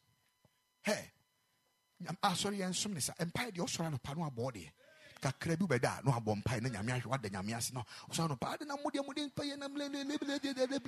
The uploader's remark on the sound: Preached at the Ekklesia Chapel